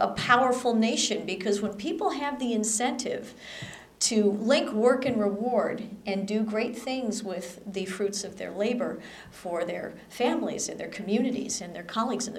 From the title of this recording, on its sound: At Ripon Society Health Forum on April 14, 2011